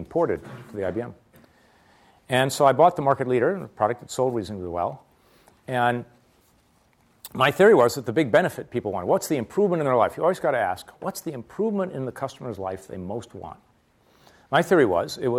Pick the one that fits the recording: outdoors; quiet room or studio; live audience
live audience